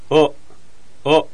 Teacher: 口を曖昧な半開き状態にして、うん、喉の奥の方で音が出る O です